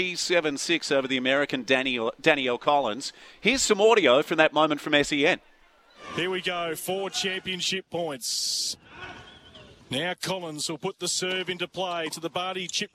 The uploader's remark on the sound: live from Toowoon bay surf lifesaving club for their annual ocean swim